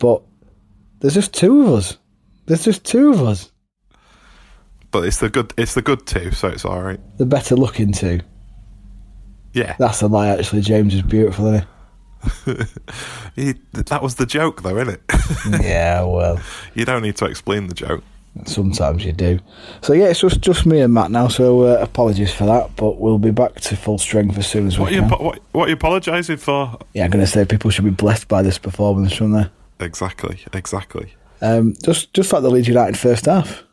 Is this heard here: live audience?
no